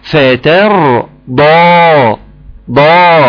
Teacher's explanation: ضا مفخمه اعلى درجات التفخيم